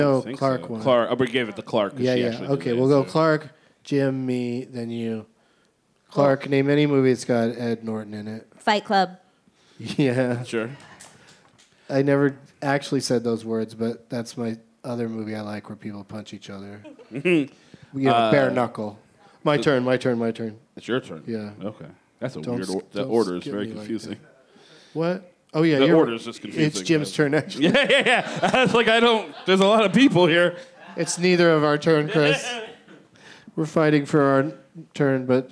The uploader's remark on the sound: Live from The Highball at Fantastic Fest in Austin